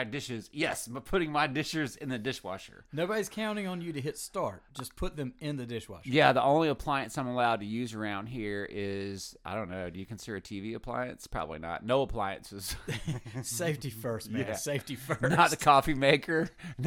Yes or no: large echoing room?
no